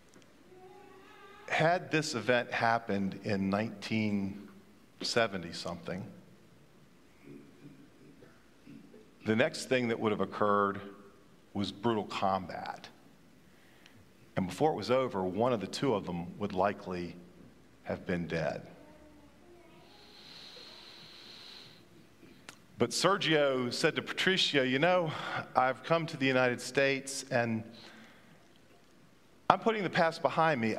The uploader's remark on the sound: at Pender’s Traditional Service